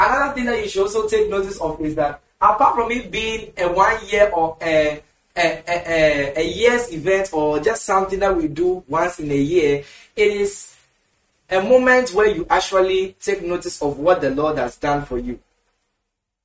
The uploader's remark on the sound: Preached at the The Annual Thanksgiving Services, Accra, Ghana.